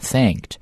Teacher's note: 如果你读的是美式英语呢，它读的时候是 thank，就是这个 a 音要出来，而且后面那个 n 音会发成后鼻音啊